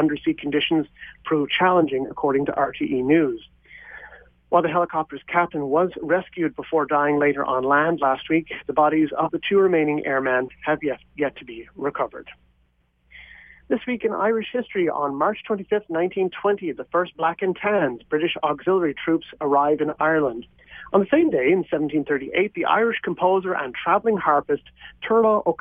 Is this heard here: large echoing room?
no